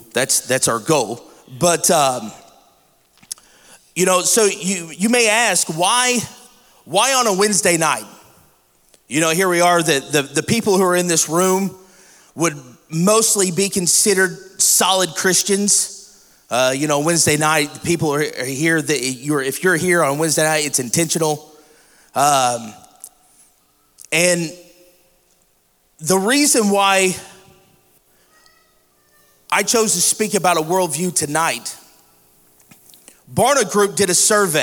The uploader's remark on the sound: This week we bring you a special "live" episode of Real Men Talk.